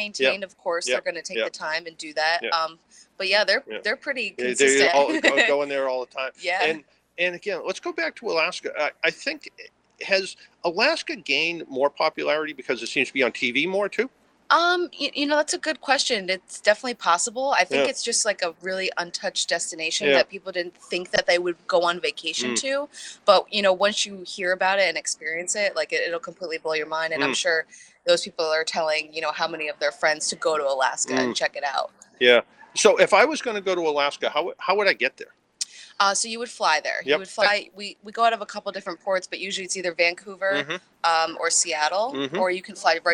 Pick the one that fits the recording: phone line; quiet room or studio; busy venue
busy venue